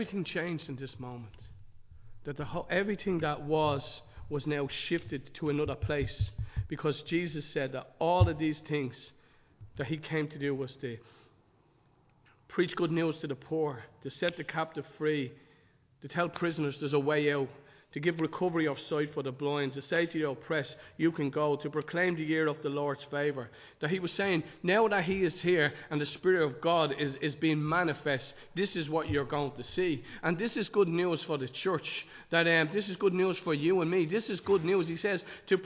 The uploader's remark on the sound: Recorded live in Liberty Church on 15 January 2023